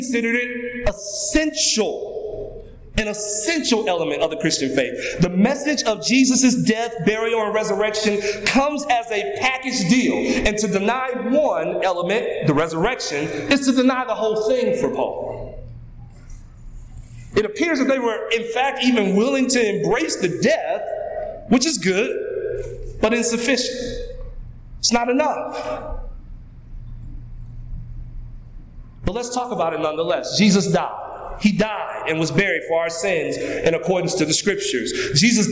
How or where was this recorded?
large echoing room